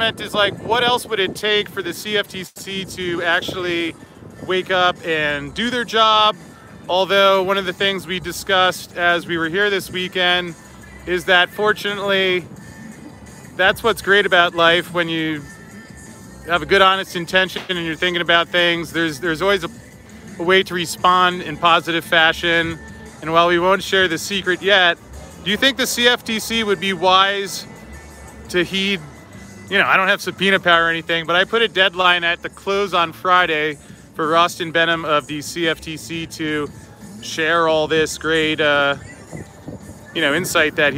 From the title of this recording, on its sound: Live from the Vegas strip